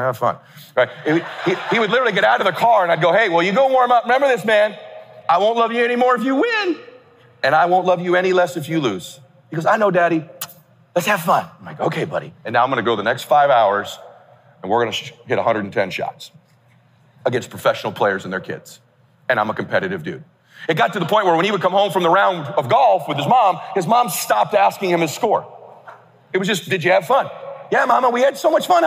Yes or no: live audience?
yes